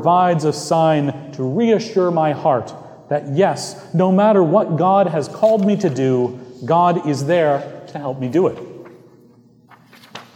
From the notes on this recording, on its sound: Recorded live on August 5, 2018 at Trinity Presbyterian Church in Bixby, Okla.